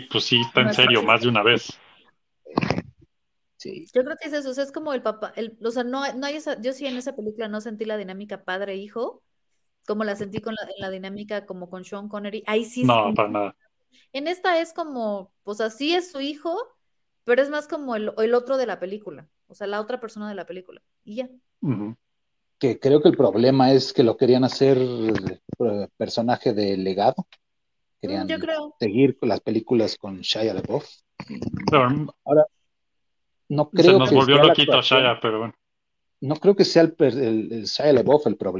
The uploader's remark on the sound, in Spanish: ¡esto sorteando todas las fallas técnicas imaginables por segunda ocasión pero saliendo adelante triunfantes para cerrar este dúo arqueológico de episodios pre-grabados!